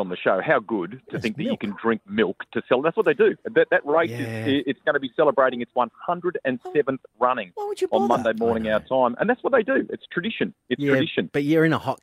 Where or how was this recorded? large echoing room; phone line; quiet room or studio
phone line